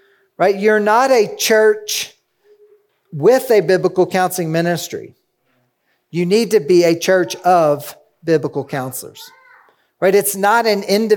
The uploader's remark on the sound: 2023 Truth in Love Counseling Conference Session 1